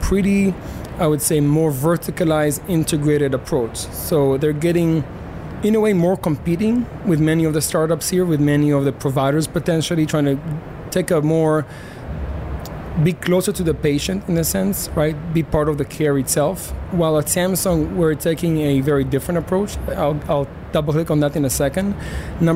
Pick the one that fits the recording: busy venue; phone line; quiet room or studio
busy venue